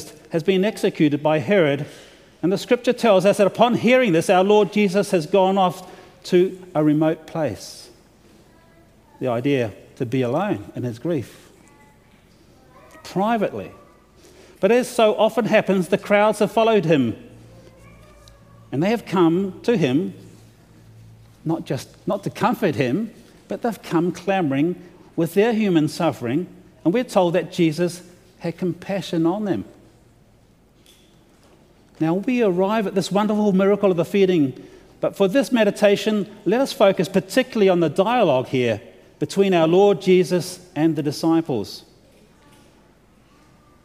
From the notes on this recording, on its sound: delivered to the opening worship service of the LCANZ Convention of General Synod on Thursday February 9, 2023